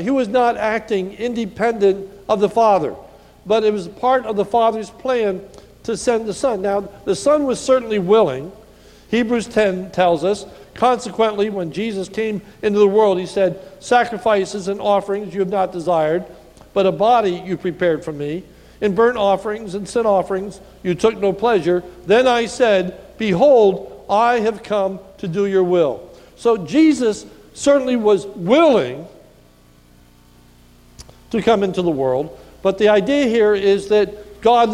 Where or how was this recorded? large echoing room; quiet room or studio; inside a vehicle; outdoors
large echoing room